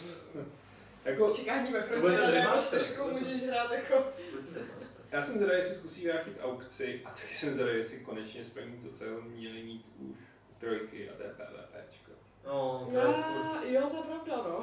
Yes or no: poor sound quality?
yes